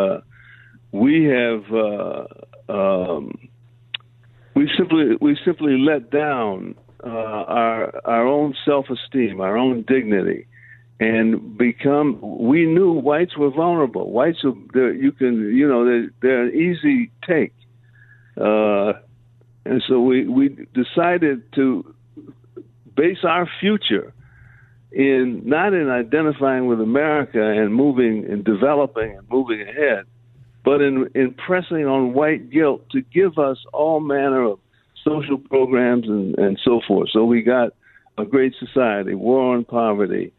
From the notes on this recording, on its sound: join the show by phone